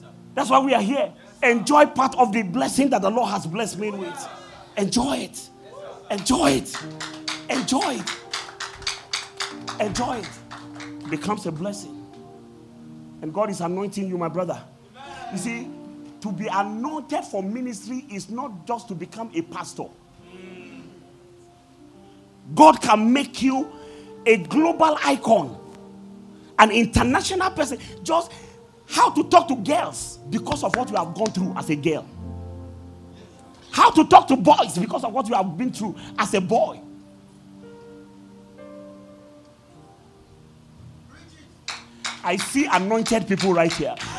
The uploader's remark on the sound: At The Greater Works International Convention (GWIC) | Day 4 Evening Session.